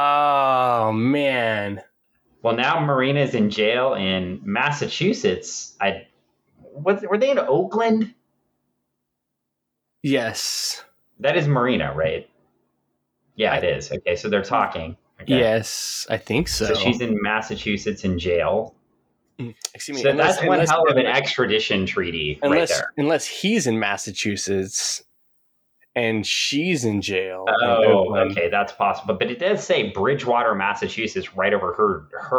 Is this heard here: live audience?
no